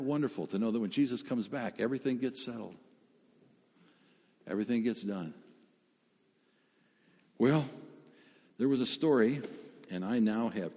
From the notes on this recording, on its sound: Sermon audio from FIBC Copenhagen